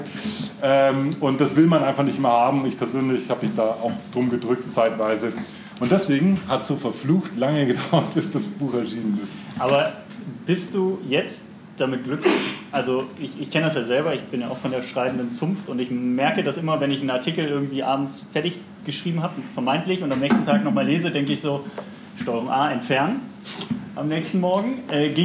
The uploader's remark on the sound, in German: Book Release Party Replay. Live-Mitschnitt. Book Release Party im A Little Lost in München.